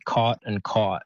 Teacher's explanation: they sound different in Australian English, but in American English, they would say them, the vowel would be the same. So it would be caught and caught.